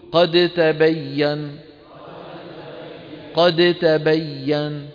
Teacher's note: لماذا ثقيلة؟ لأنك تقرع مخرج الدال ثم تقرع المكان نفسه من أجل التاء